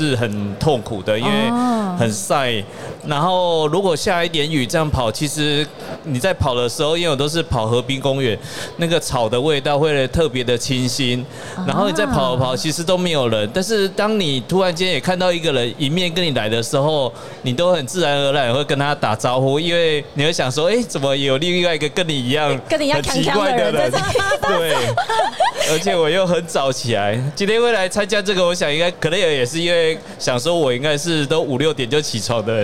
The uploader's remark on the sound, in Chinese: 2022 Taipei Cycle台北國際自行車展-Live Podcast。現場LIVE為台灣自行車乾杯！